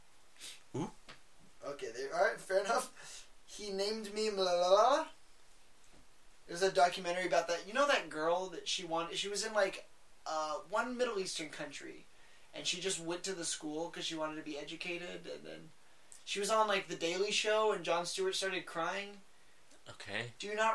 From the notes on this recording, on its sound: The audio was shit